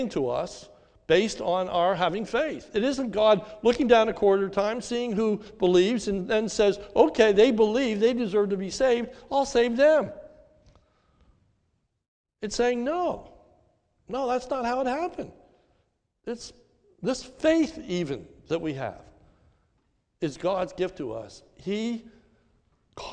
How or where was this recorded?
large echoing room